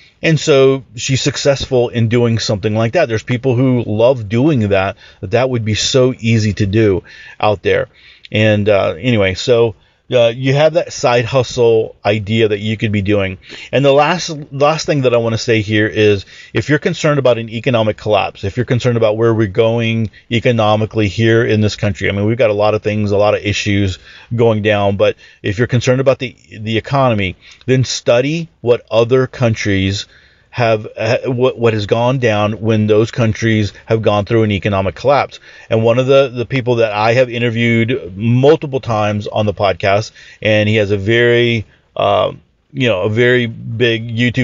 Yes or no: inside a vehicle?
yes